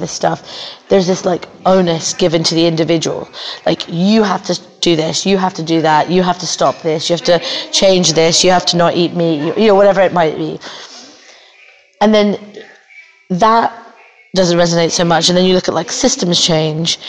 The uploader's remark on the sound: Recorded live at Skoll World Forum in Oxford.